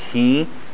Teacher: the ya with a kasra before it, like he, then it should be exactly two beats · Term: mud letters